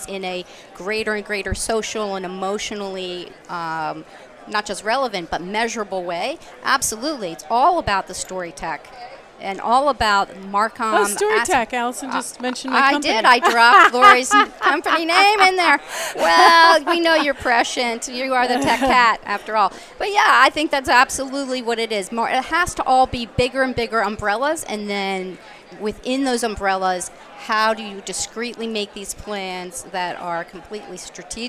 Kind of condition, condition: setting, busy venue